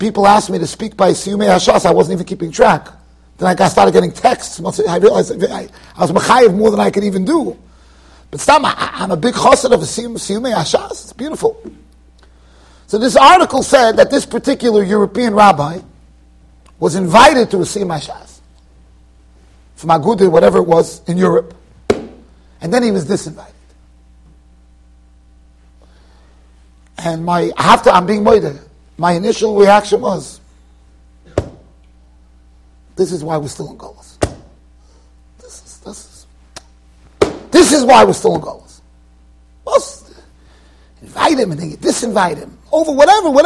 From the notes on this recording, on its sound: Shiur recorded in Yeshivas Ohr Reuven, Monsey NY.